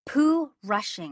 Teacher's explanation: The letter F was assimilated to an H or a P. The adults at church would go hu before they could form the word, as if cooling it off their tongue.